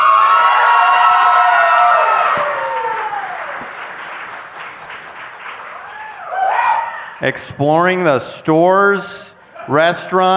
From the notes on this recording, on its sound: Live from Tin Roof in Orlando!